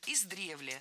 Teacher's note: В этом слове ударение ставим на второй слог.